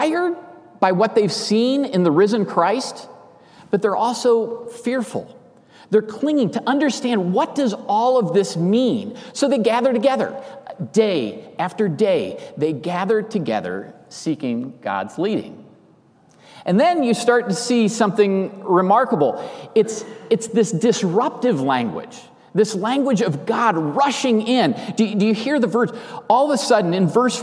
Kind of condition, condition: setting, large echoing room